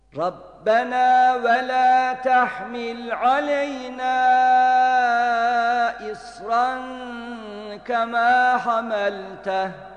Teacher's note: Aleyna isran derken dört elif miktarı uzatılacak yer var.